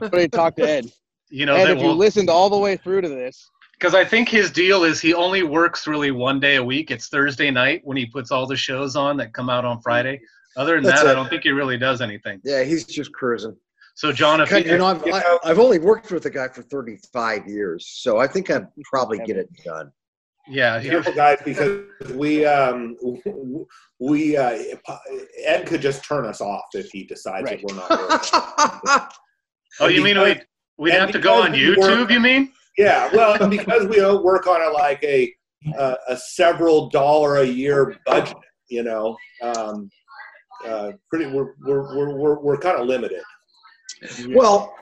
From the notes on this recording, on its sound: The Wine Makers Podcast did their first Virtual Wine Tasting with Dane Cellars & Sixteen600. They recorded it and decided to release it as a “bonus” show.